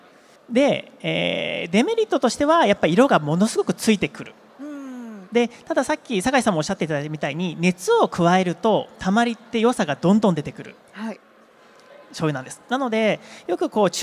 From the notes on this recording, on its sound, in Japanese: CRAFT SAKE WEEK 2023 at ROPPONGI HILLSにて公開収録。